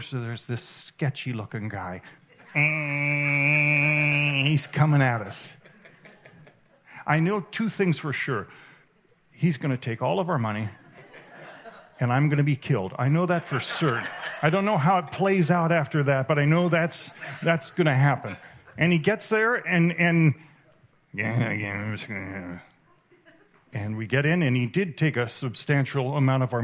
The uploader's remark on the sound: with us at the 2023 Fallen & Free Conference in Jupiter, Florida